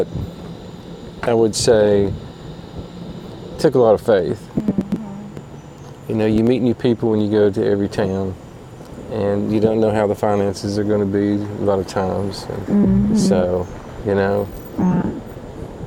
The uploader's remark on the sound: Myrtle Beach South Carolina KOA sitting around the campfire roasting marsh mellows